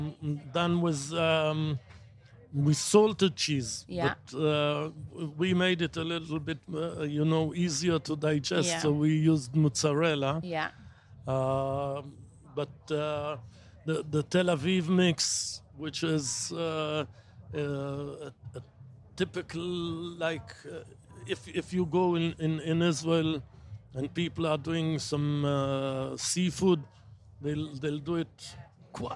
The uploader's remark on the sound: at Wilderness Festival, in Oxfordshire